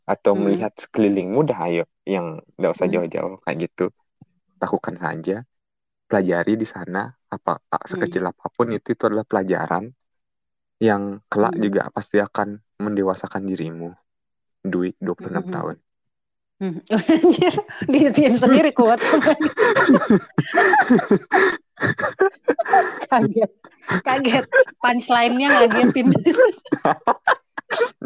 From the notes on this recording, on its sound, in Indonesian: Podcast ini direkam jarak jauh, mohon dimaklumi bila suara tidak stabil